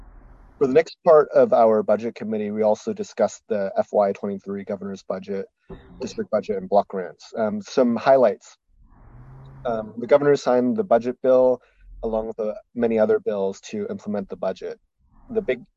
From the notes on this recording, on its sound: Originally on Zoom.